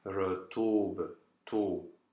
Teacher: Just a pure closed O, which when you speak it sounds wrong, and it doesn't sound like retombe, retombe.